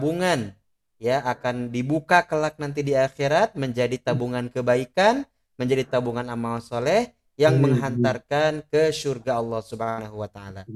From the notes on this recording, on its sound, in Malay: Rakaman zoom.